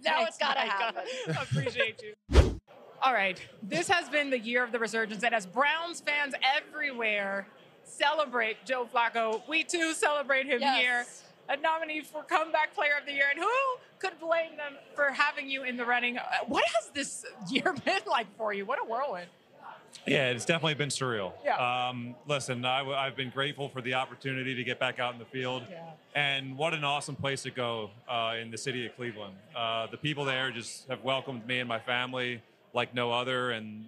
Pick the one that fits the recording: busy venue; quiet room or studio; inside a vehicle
busy venue